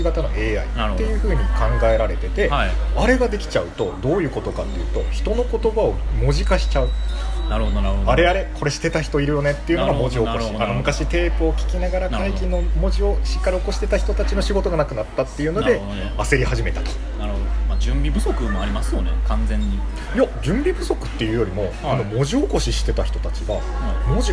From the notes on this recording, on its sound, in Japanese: 雑音込みでお楽しみください。